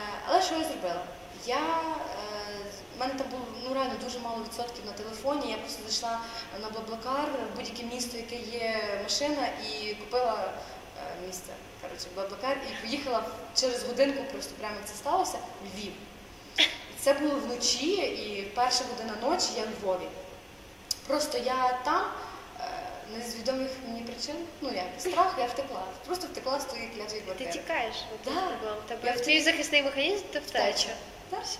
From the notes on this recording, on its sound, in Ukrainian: Наостанок, ми хотіли би попередити тебе про якість звуку. На жаль, цього разу не вийшло ідеально.